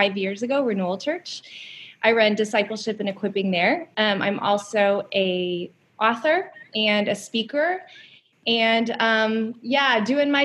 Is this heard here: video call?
yes